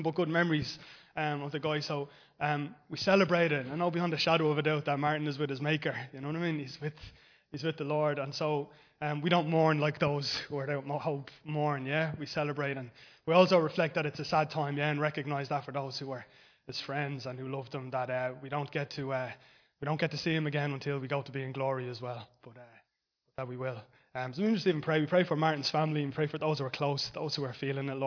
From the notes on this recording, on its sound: Recorded live in Liberty Church on 8 Jan 2023